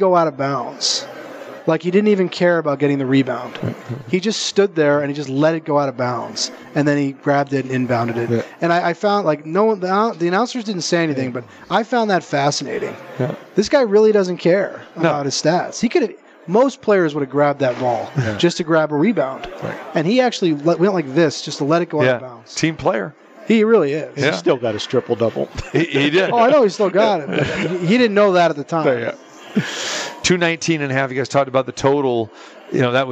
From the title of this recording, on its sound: Live from the Super Book at the Westgate Las Vegas